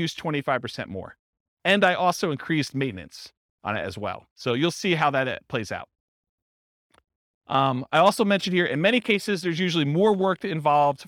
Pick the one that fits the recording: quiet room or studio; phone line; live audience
live audience